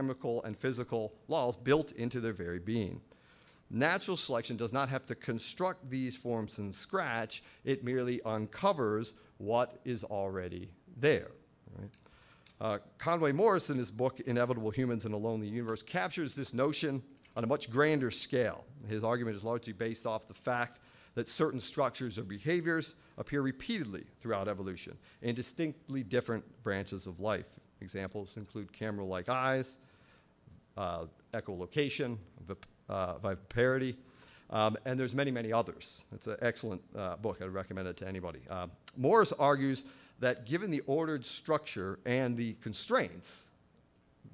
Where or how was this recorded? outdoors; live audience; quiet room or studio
live audience